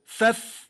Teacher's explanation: والفاء من باطن الشفة السفلى مع أطراف الثنايا العليا